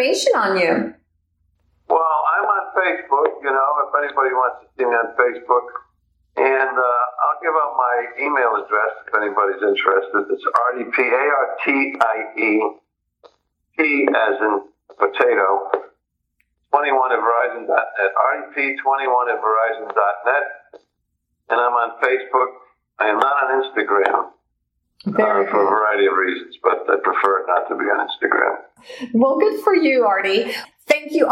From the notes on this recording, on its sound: welcome via phone